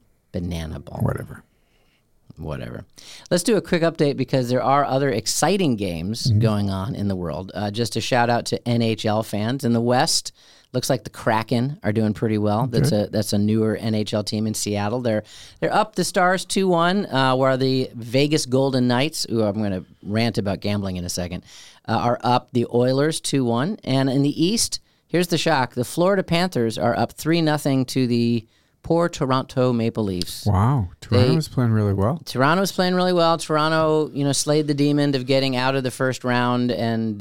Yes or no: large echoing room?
no